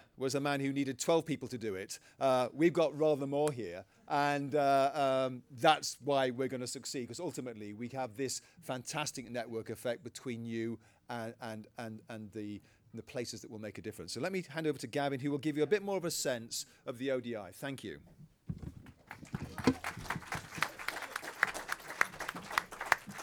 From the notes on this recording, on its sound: Met with and at the Open Data Institute to get to know one another. This is a recording of the speeches that took place.